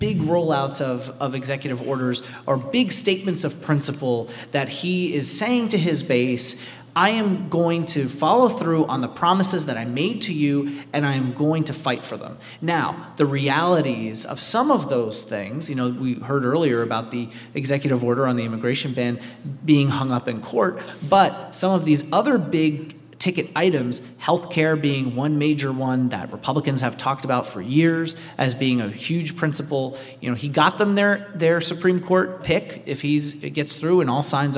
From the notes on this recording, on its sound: Recorded Friday night at the Warner Theater in Washington DC, in partnership with member station WAMU.